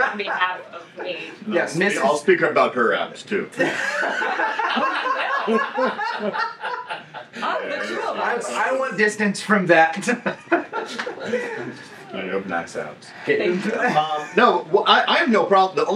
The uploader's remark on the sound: forgot to plug in their mics so the audio quality is questionable